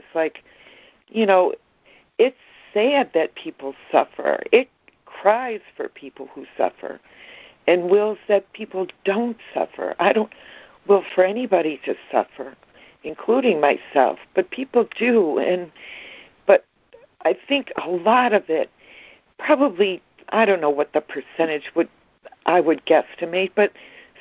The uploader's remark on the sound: ACIM Daily Conference Call